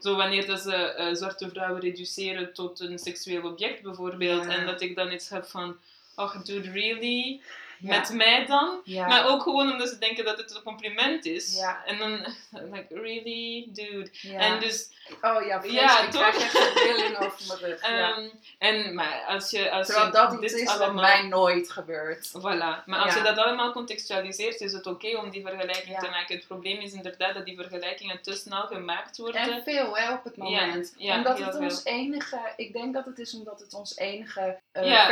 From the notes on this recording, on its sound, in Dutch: EXCUSES VOOR HET GELUID! We hadden een verkeerd knopje ingedrukt...